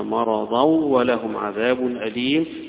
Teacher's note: في الإدغام الكامل بغنة للجميع ما عدا وجه لحمزة فيها بغير غنة، وهو قراءة خلف عن حمزة.